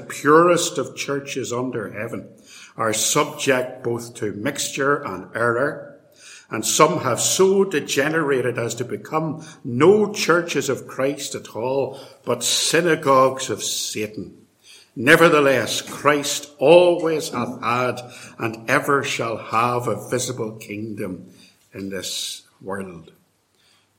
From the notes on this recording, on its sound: In this lecture, delivered at Templepatrick Reformed Church in February 2020